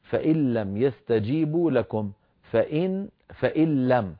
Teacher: إن آخرها نون ساكنة ولم أولها لام، ونحن نعلم أن النون الساكنة تدغم في اللام · Term: الإدغام